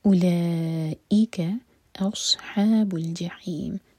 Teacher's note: صاد heavy اور ح حلق سے